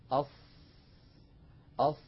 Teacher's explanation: تجدون بأن الصوت قد انحصر بين اللسان وسقف الحلق والحنك · Term: الإطباق